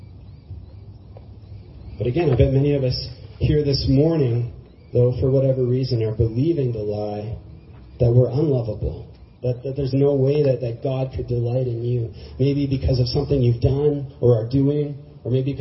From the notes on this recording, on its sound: church service in Galt Gardens with Streets Alive and One Life Church.